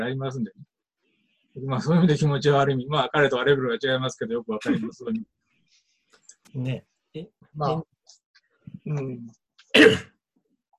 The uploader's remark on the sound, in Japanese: ミーティングZOOM会議